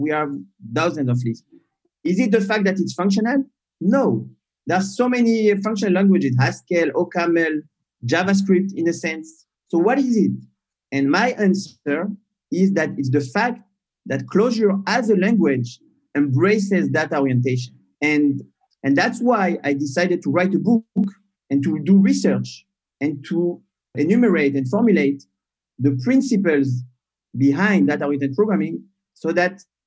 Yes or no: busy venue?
no